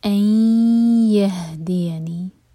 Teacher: ان ی ادغام غنہ کے ساتھ، دو سیکنڈس کا ٹائم دیں گے